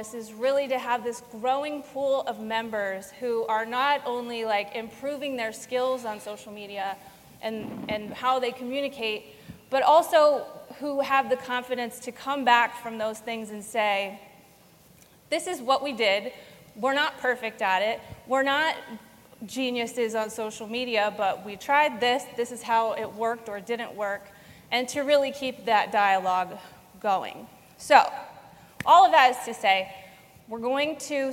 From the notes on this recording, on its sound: LIVE Panel Discussion from #BCTGM2022. Recorded LIVE on August 1st during the 41st Constitutional Convention. Moderates a panel discussion from the stage.